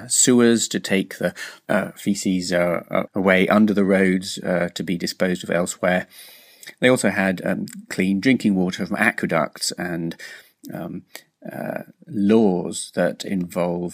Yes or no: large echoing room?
no